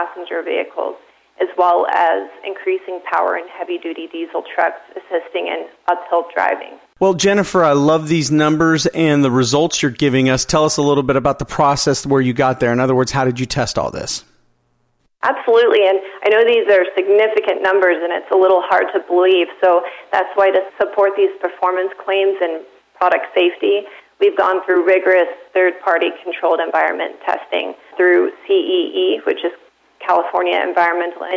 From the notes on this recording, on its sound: called in to SmallCapVoice.